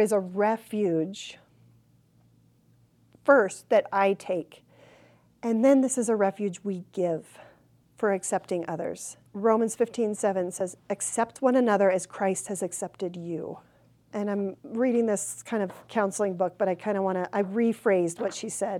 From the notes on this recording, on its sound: Recorded during Devoted at Mountainside Community Church on July 18th, 2023.